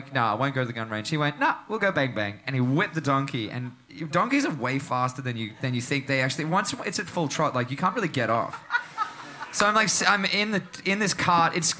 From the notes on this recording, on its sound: Recorded at The Corner on our May Tour!